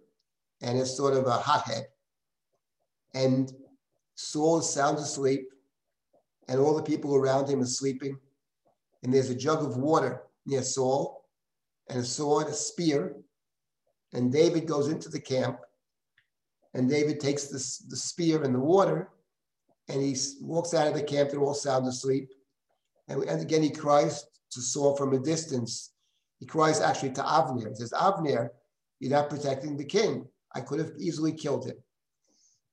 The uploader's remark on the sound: This audio was originally captured from Zoom